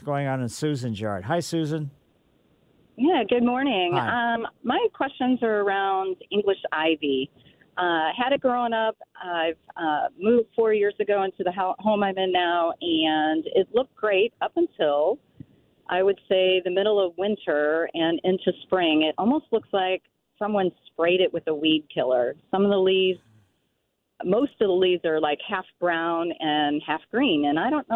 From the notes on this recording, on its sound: take all your phone calls for your gardening needs